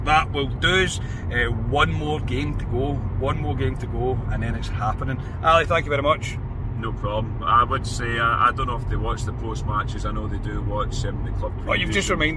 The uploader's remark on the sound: reaction from the car